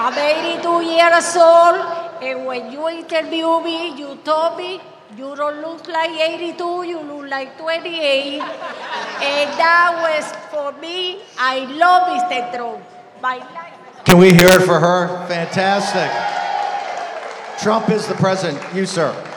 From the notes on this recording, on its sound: Live From ACTCON